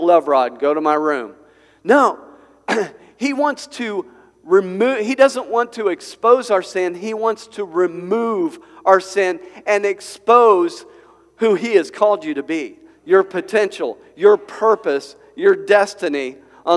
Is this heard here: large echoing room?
yes